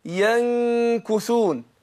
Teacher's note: النون عند الكاف اهي الكاف حرف مستفل مرقق